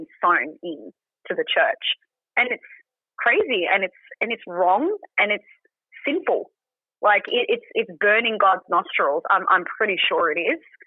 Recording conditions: phone line